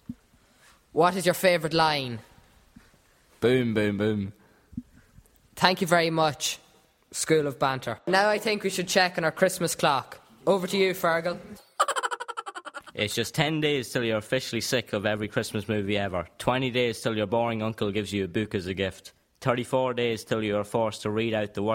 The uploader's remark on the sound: live from Colaiste Rís, Dundalk, Co Louth